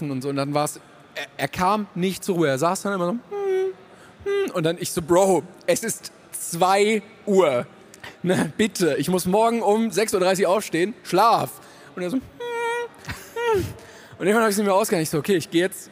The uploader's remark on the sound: LIVE in Hamburg